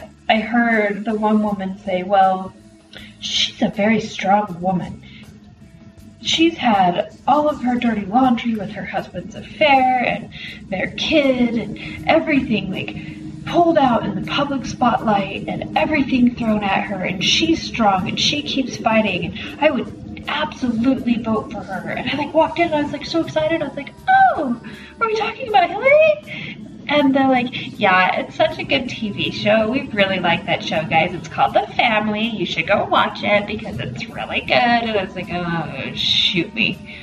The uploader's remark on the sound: the poor sound quality this week.